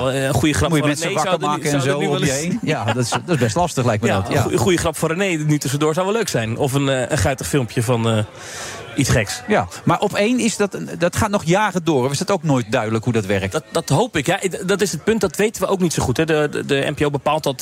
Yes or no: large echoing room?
no